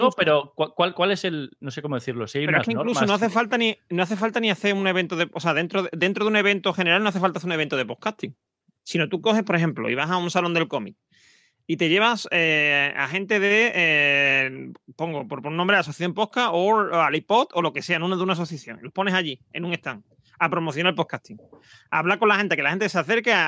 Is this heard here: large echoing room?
no